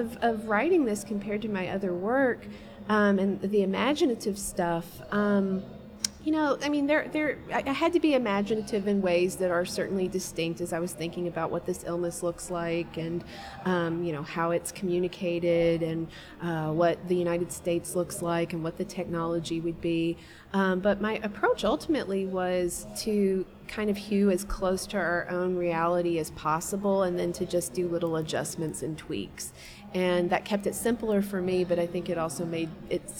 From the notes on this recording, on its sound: Recording at the 36th Annual Kentucky Book Fair